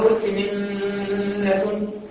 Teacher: يبقى النون ذهبت وطاحت صفتها وذاتها